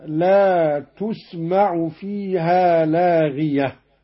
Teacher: قرأ قالون بضم التاء: لا تسمع، لاغية بالرفع